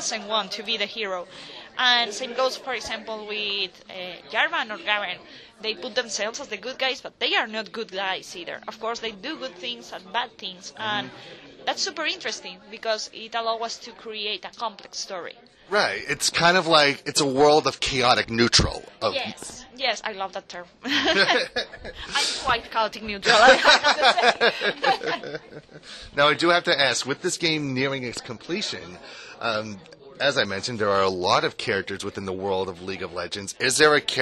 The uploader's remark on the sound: Took on PAX East 2023 with great tenacity, and he's got the audio to prove it! Chats with many developers on the con floor (and maybe one or two in a different location)!